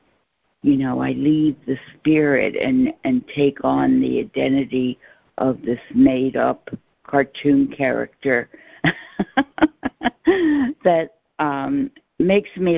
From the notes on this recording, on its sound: ACIM Daily Conference Call.